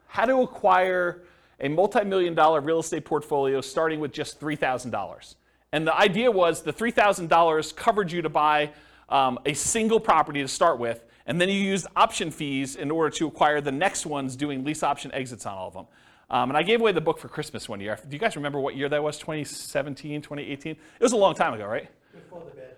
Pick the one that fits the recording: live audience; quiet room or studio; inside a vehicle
live audience